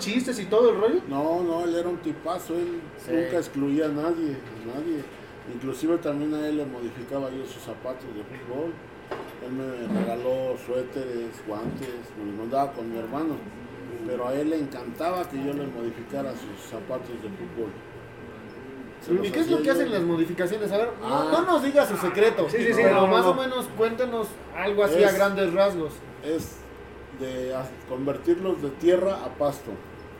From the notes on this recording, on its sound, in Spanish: Estamos en vivo desde Java Cafe